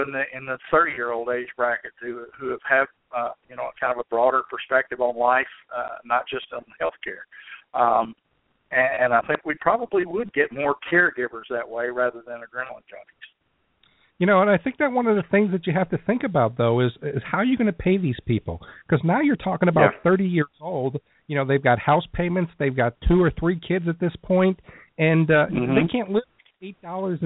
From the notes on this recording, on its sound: answered calls from listeners in the first live show